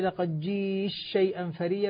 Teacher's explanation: بإدغام التاء في الشين